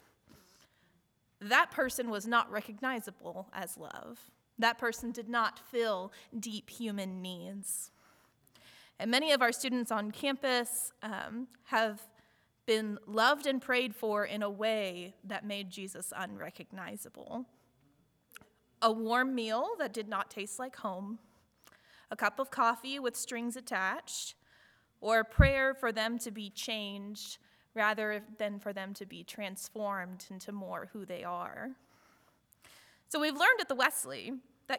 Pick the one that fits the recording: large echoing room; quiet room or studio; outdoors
large echoing room